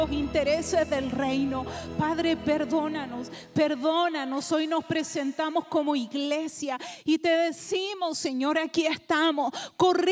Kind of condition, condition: setting, large echoing room